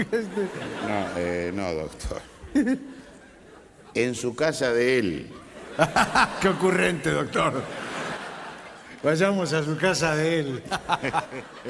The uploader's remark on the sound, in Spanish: Grabado en vivo en: Teatro Coliseo. Buenos Aires.